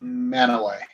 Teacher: You don't say the T, by the way. It's just Manaway.